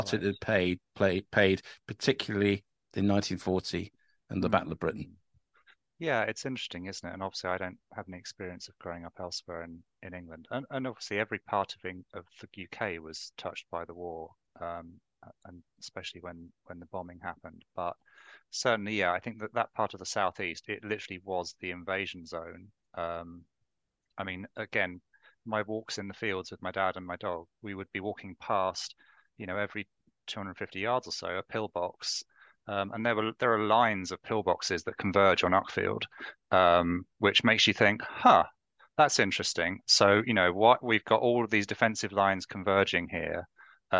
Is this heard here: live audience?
no